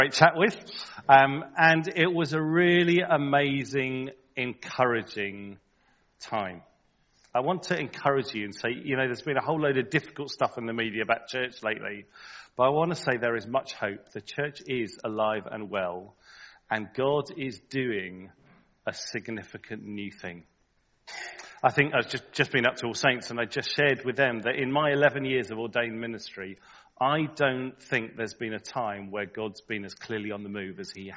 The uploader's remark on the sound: Recorded at the 10:30 service on Sunday 5th March 2023 at St Andrew’s Church